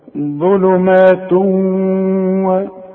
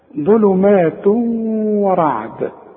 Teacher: لما يبقى فيه ادغام كأن الواو مشددة شفت بقى ظلمات و شوف اهو ده الادغام يبقى التنوين دخل